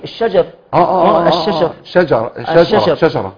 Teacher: يعني الجيم ما فيهاش تفشي فيجعلها تفشي · Term: قلب الجيم